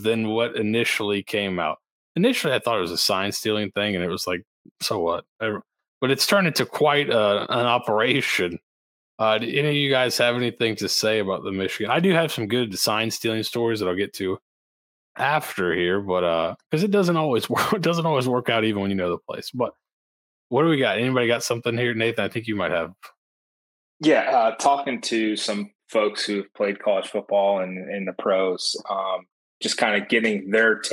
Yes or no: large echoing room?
no